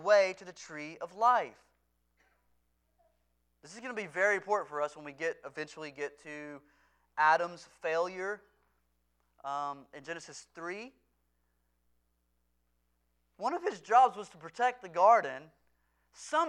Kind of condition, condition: setting, large echoing room